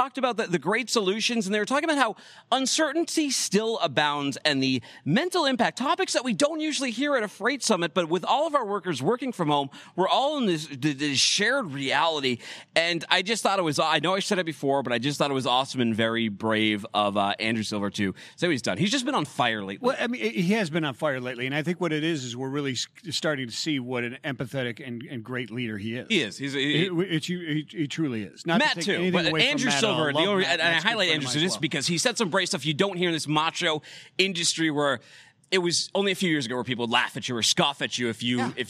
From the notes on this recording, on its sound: The LIVE desk sets from the 3PL Summit. Live from the main desk.